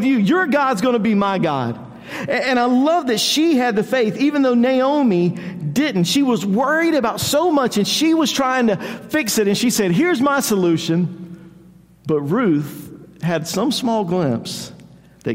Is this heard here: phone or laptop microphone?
no